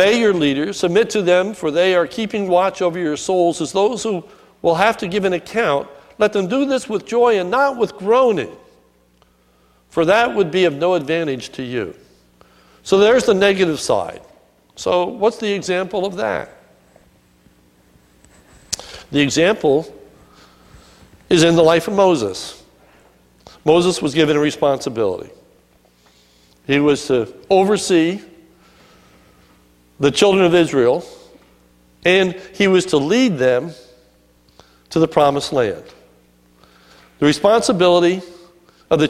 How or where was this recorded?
large echoing room